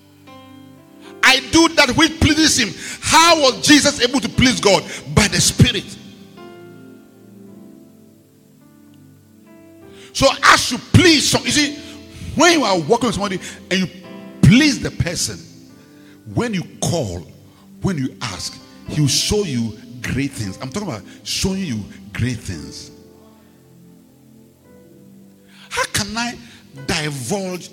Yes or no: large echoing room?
yes